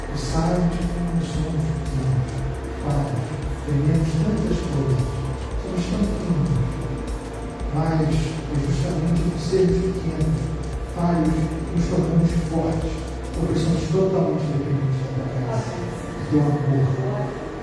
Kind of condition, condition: setting, large echoing room